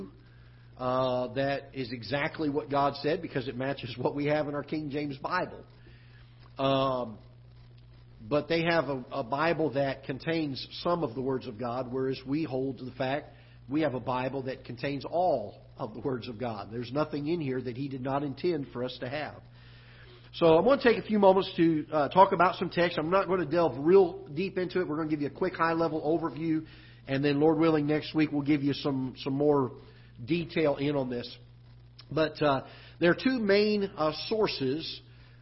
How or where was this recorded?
large echoing room